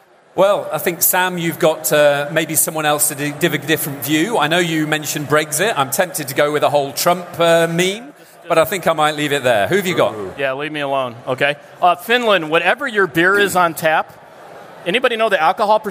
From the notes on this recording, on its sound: This week's very special show was recorded live at a beach party in Helsinki (no, really), hosted by Finnish bank, OP.